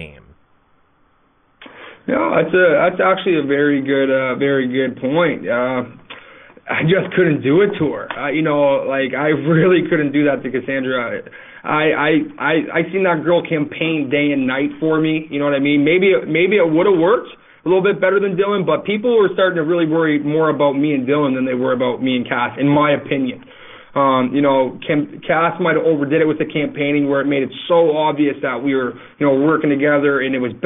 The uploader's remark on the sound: This is our phone interview